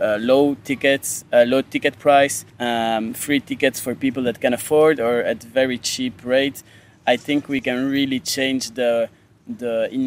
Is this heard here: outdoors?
yes